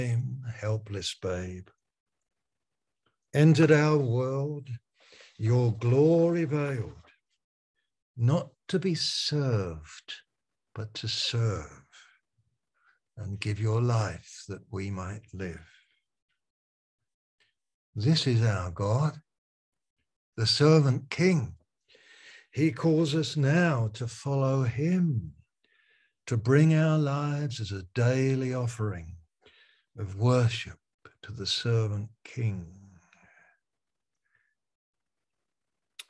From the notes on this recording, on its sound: Malaysia Meets (Zoom).